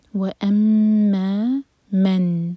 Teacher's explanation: اور ما مد طبعی دو حرکہ لمبا. و اما من نون پر سکون، نون پر اظہار، تو نون کو نہ تو ہولڈ کریں گے اور نہ ہی قلقلہ ہونے دیں گے